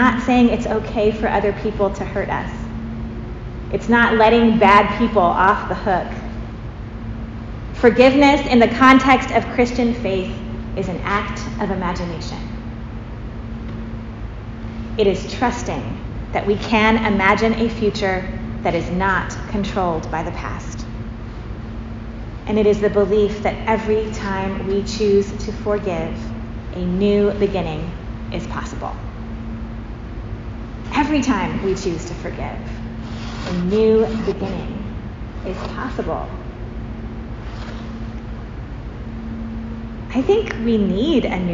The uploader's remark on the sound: Preached at St. James Episcopal Church, Kent WA.